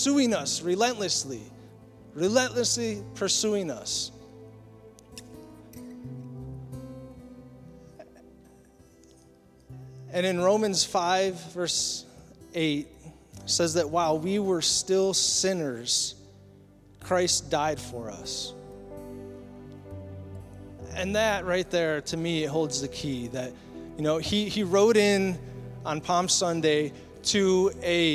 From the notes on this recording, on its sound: Recorded at Southtowns Christian Center April 2, 2023.